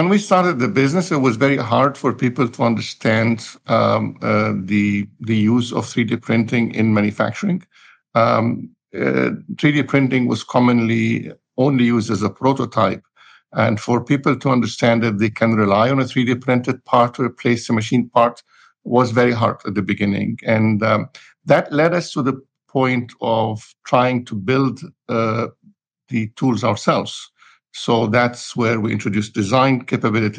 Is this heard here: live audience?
no